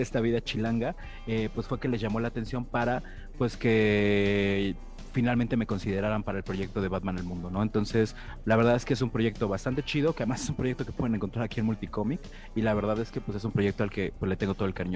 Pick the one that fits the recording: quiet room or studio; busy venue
busy venue